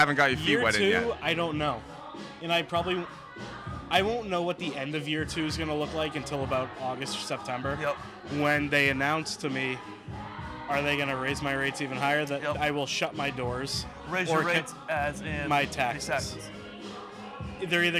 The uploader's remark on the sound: LIVE at The Greatest Bar in Boston, MA